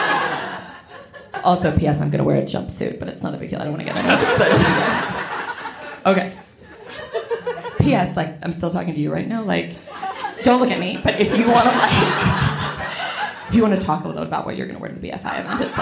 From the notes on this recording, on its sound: LIVE AT THE SOHO THEATRE. Highlights from our live show in London.